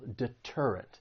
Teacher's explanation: This word has three syllables. The stress is on that second syllable